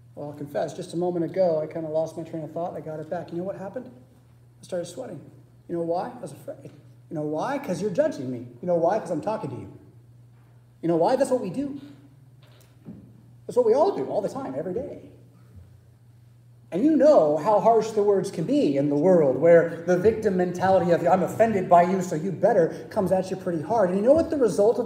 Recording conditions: large echoing room